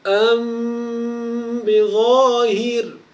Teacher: نعطي مثالا آخر: أم بظاهر، أم بظاهر، الميم هنا ساكنة وبعدها حرف الباء، فنقرأ هكذا: أم بظاهر، فنخفي الميم مع إطباق الشفتين إطباقا خفيفا مع إخراج الغنة التي هي غنة الميم المخفاة · Term: الإخفاء